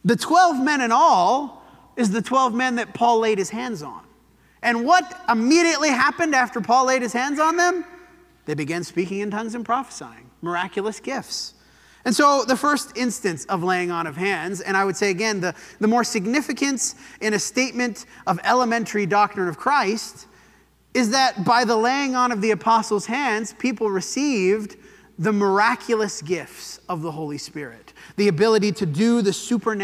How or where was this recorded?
large echoing room